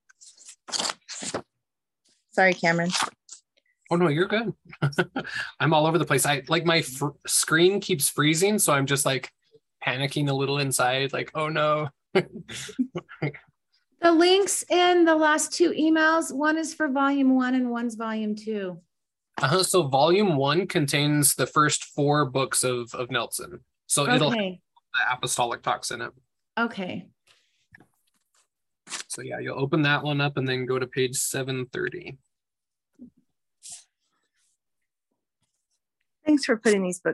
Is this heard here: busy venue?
no